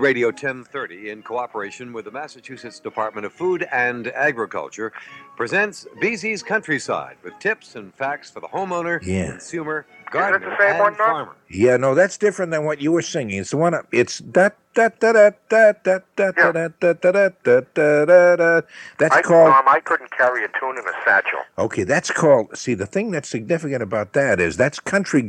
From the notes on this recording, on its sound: on the phone from MC